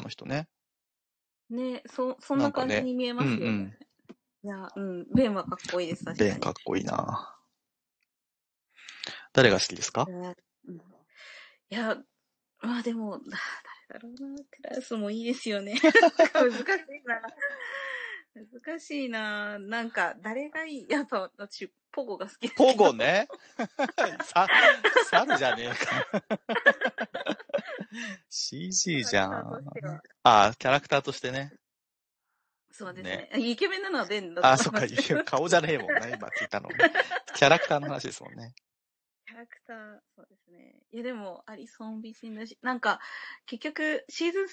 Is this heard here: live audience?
no